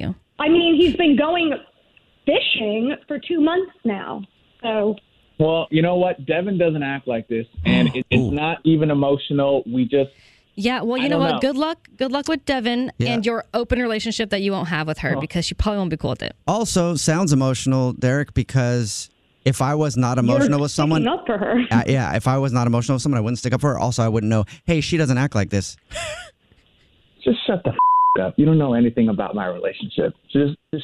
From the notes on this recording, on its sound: A Phone Prank